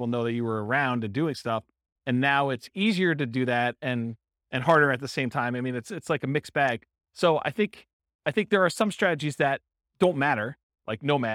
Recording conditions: live audience